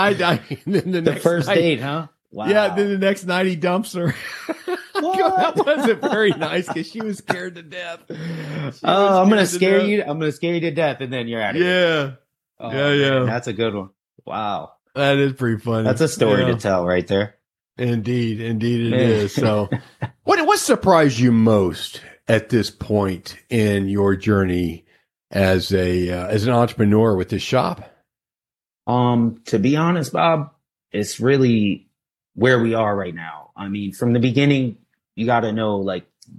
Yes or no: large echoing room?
no